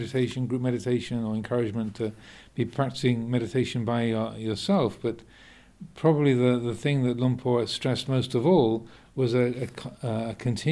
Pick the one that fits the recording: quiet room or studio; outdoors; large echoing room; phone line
large echoing room